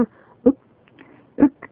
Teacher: 最後のくは小さく言って、飲み込むように言ってるものですから、ちょっと聞こえづらいかもしれませんが · Term: 小さいく